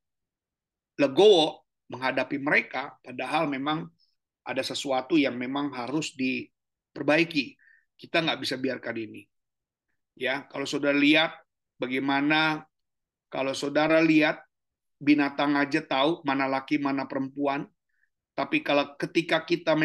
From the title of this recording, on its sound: Zoominar